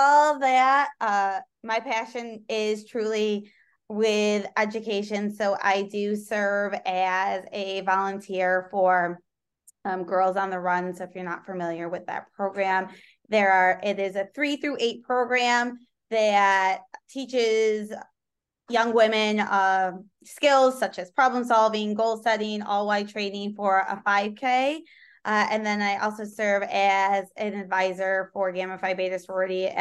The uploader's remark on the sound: Zoom